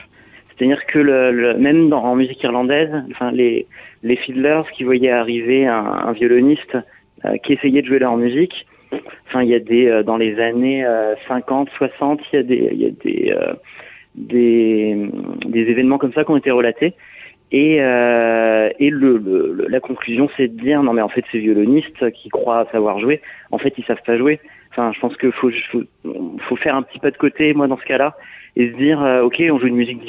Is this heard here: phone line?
yes